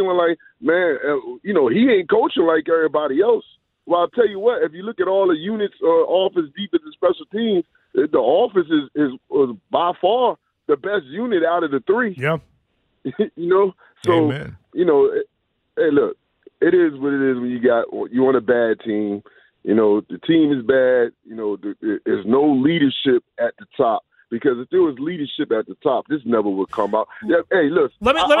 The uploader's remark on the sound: Right back to the phone lines. Closing out your calls.